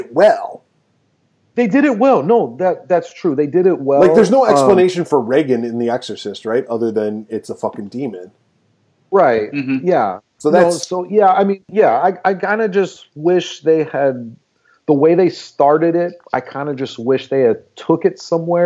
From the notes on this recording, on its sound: Due to CDC social distancing recommendations, this episode was recorded remotely via Skype. We apologize for the reduced audio quality.